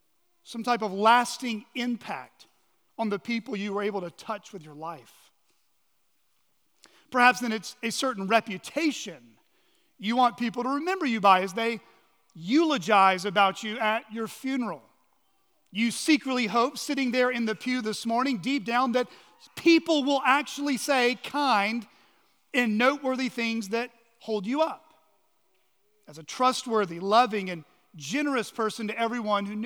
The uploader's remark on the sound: on the morning of November 19, 2023, at Chaffee Crossing Baptist Church in Barling, AR.